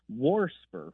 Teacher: what kind of deviates a little bit more that I've heard is warsper with an extra R thrown in there